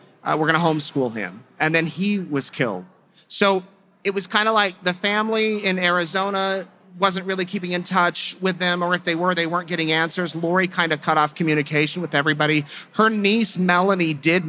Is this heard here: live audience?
yes